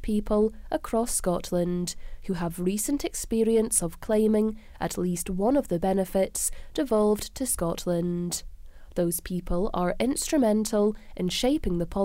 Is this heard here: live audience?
no